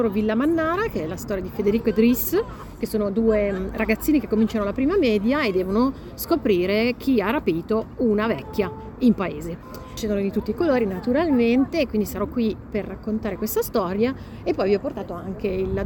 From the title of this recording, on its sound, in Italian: siamo al B-Book Festival di Cosenza